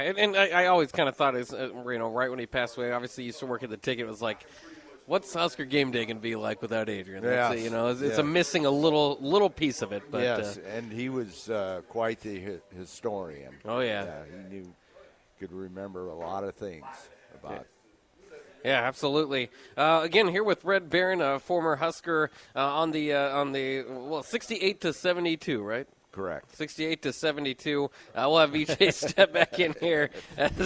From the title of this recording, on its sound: LIVE at Wingstop